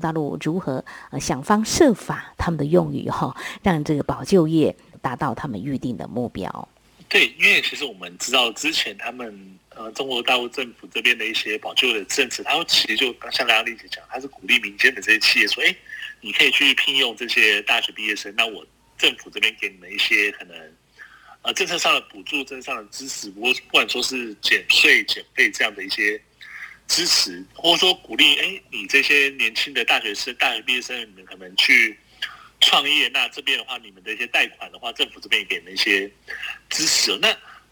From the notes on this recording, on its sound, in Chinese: 連線訪問中央社駐上海記者